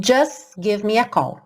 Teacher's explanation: Você ouve o S e depois já vai direto pro give me a call